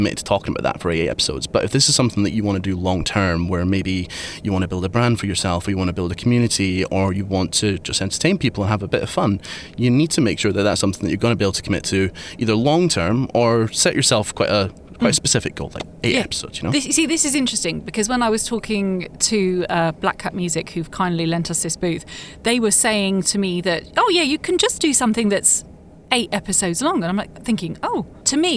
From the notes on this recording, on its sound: Recorded live at the Podcast Show in London.